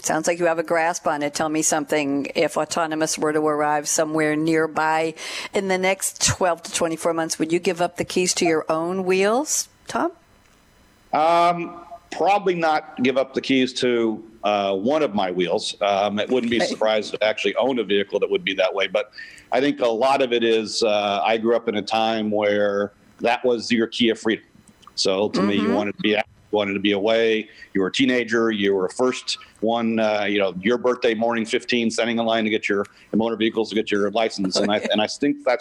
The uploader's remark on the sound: Interviews Automotive’s leading industry experts at the Best Practices for Automotive Conference 2018. With Hundreds of auto professionals, the conference is dedicated to embracing innovation.